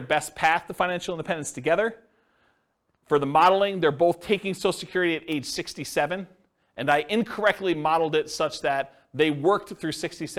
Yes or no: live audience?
yes